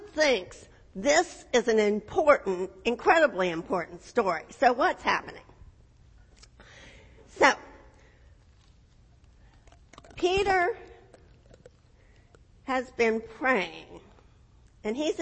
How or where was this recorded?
large echoing room